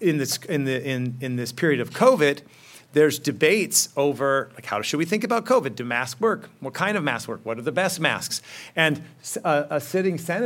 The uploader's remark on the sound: In this episode, we’re bringing you a presentation that was delivered as part of the 2021 Acton Lecture series.